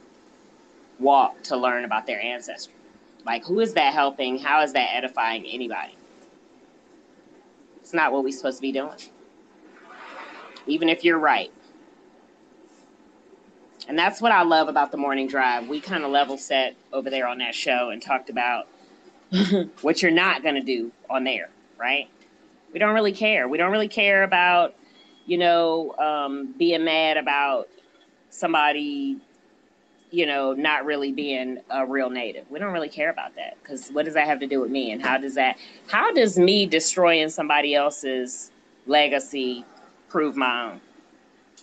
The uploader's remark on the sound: This episode was recorded last week, live on the Stereo App, and features some of my friends who regularly participate in the show.